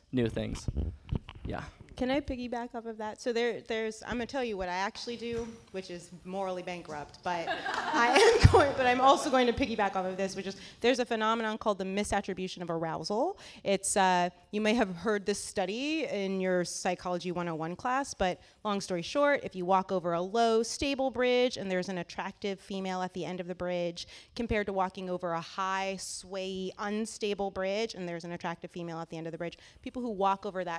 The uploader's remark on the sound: Recorded February 12, 2017 at the CLARA auditorium in Midtown Sacramento. Post-Sunday brunch discussion.